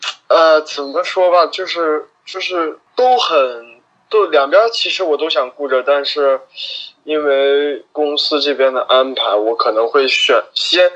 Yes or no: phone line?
yes